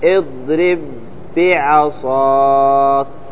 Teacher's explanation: الباء ساكنة الأولى والثانية متحركة، فعلينا أن نضغم الأولى في الثانية، فنقول اضرب بعصاك. · Term: إضغام